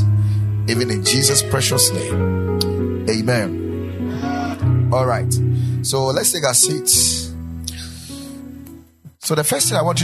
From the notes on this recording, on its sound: Preached at the Ekklesia Chapel